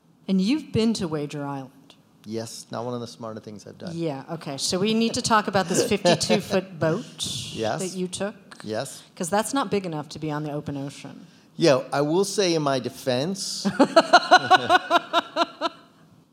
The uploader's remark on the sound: Live at Barnes & Noble Union Square.